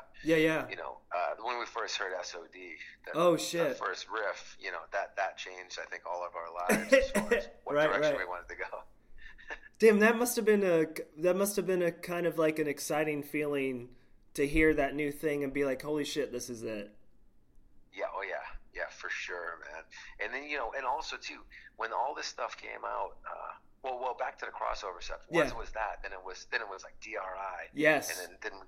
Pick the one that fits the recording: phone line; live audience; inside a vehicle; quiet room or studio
phone line